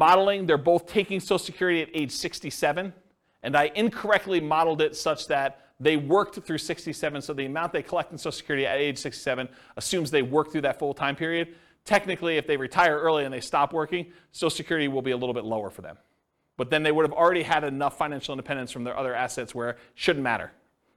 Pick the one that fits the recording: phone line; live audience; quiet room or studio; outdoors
live audience